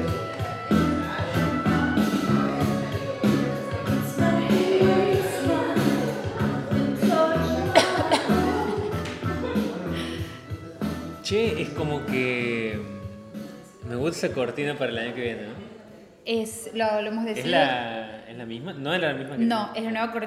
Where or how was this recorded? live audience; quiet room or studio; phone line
live audience